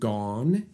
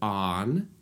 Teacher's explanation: The assonance could be slightly different, like in gone and on, that's aw versus ah.